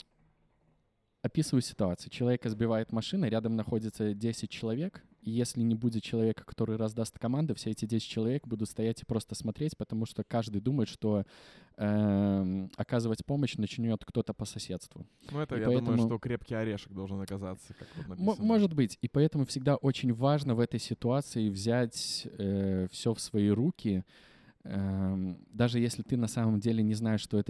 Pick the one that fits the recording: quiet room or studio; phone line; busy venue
busy venue